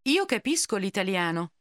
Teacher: noticing how the L sound gets tacked on to the following word